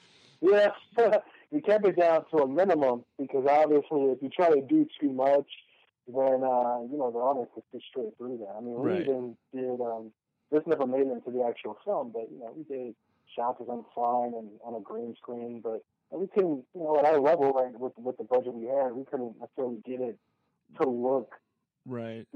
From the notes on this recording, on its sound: On the phone